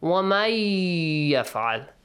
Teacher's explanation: Nun sakin appears, ya appears after nun sakin. So nun is merged into ya, as if nun is omitted.